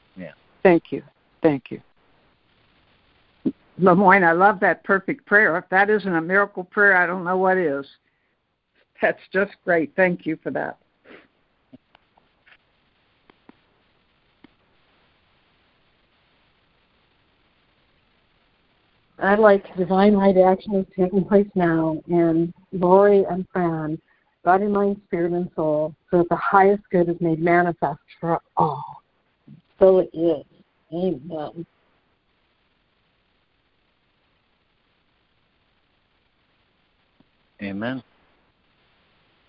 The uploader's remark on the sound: ACIM Daily Conference Call.